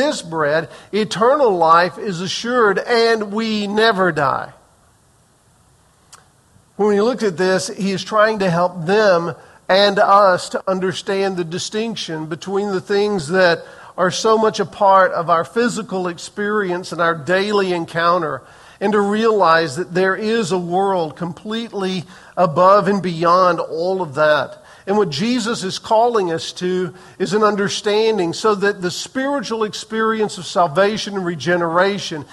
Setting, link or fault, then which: setting, large echoing room